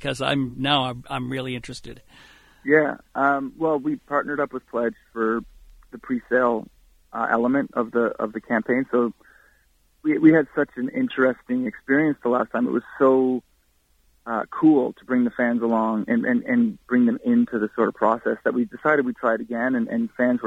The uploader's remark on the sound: called